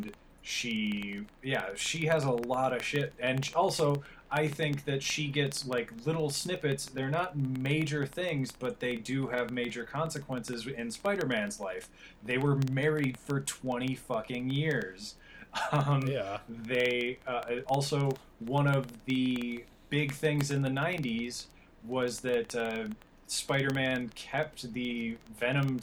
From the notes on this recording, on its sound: Realized the sound quality issue, and found there was nothing he could do about it.